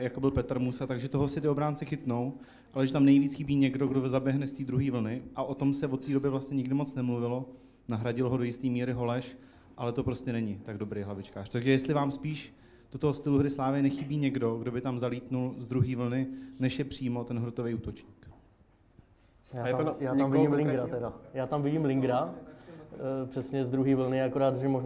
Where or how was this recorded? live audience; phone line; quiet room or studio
live audience